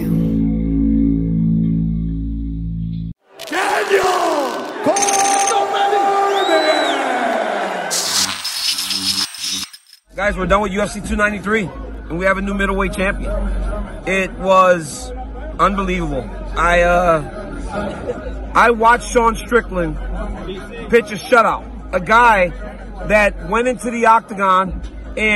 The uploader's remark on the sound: LIVE from the octagon in Sydney, Australia